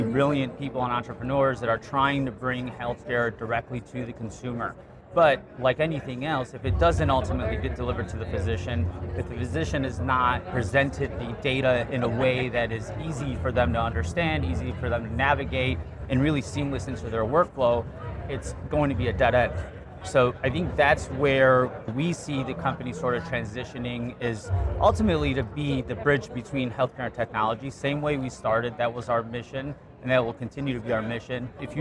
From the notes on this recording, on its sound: It’s an Interview in Action live from HLTH.